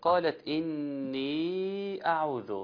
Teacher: نوع منفصل بمقدار 4-5 حركات. أحسنت، مش من 4-5، أصل من 4-5 يبقى معنا 4.5، إنما 4 أو 5 حركات.